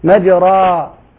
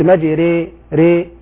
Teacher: هذا الحرف بين الألف وبين الياء، لا هو بألف ولا هو بياء · Shown in: second take · Term: الألف الممالة